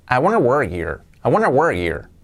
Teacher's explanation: cuidado esa H de here, muchas veces los nativos la omiten